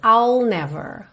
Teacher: Eu começo o som do I, mas eu não termino, não faço esse I. Eu pego do I'll e já boto o L ali.